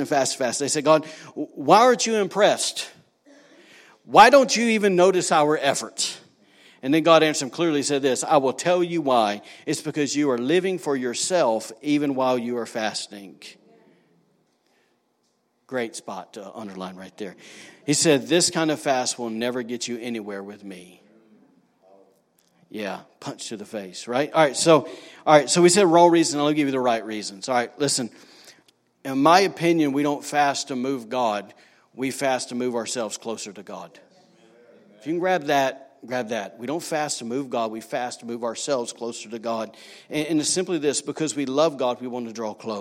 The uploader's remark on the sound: was recorded on Sunday, March 24, 2019, during service at The Anchor Church in Rockport, ME.